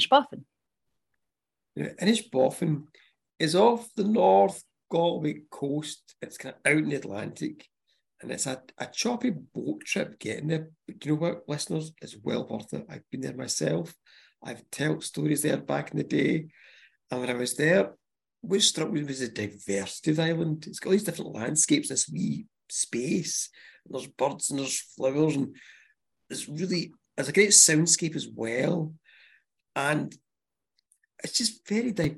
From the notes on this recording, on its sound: This episode was recorded via zoom.